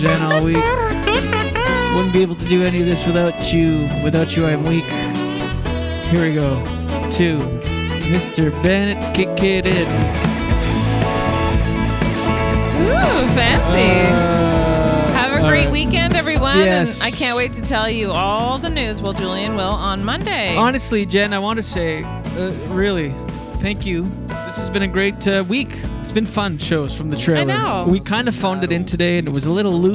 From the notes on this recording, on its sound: We are LIVE from the deep woods of New Brunswick, within the glorious #atlanticBubble.